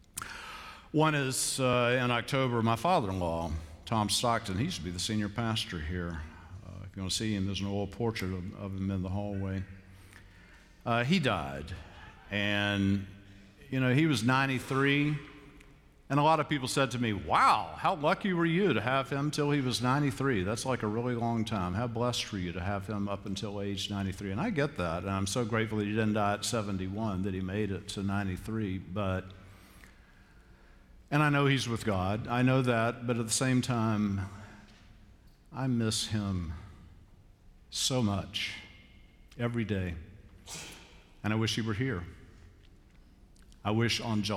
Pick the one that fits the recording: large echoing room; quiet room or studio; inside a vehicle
large echoing room